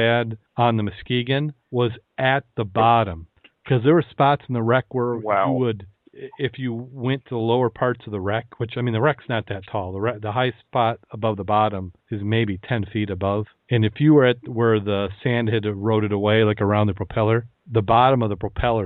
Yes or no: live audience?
no